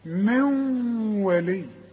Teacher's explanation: نون وبعدها واو، والواو من حروف الادغام، يبقى هنا هغن وادغم